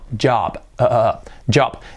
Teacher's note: El sonido sobre todo de la J que tendemos a decir job, job, pues no, j. Ese sonido que es esta che, es como una che sonora, che. O sería lo mismo que dijéramos una D y una che, j.